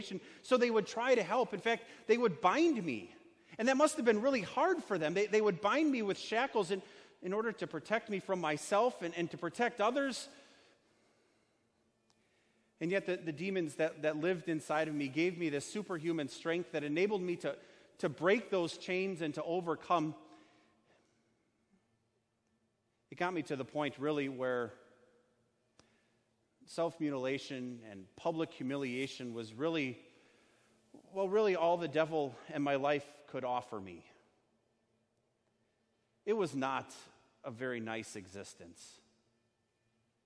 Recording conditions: large echoing room